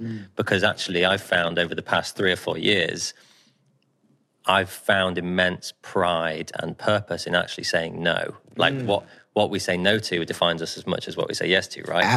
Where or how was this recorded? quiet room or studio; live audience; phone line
quiet room or studio